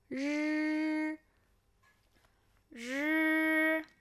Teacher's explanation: 普通话的 r 也是舌尖后卷的声母